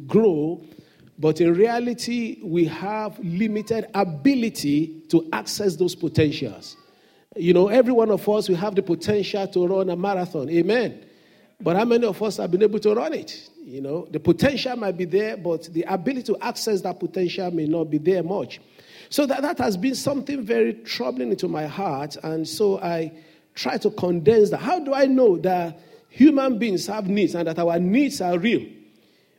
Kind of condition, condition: setting, large echoing room